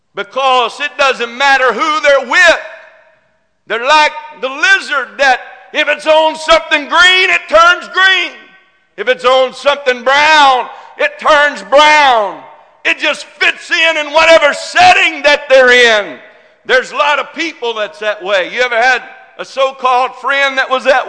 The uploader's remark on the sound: This message is broadcast live from Girst Pentecostal Church in Silsbee Texas